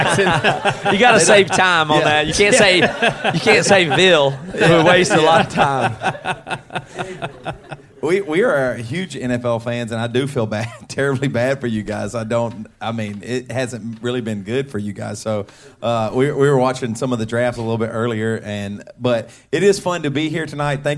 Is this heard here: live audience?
yes